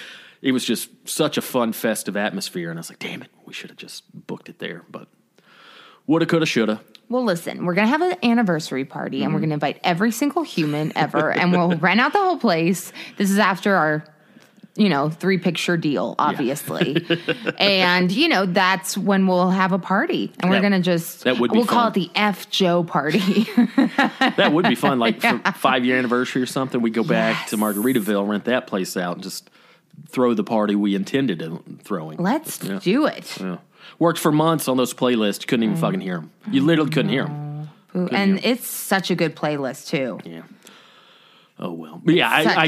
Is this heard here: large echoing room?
no